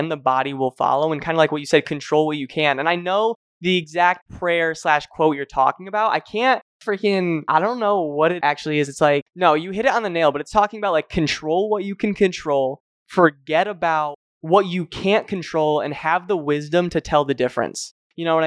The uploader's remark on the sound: This recording doesn't have the best audio quality